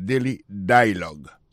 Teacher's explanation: accent tombé sous premier syllabe là